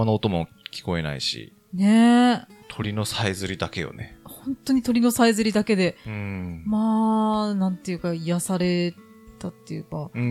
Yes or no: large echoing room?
no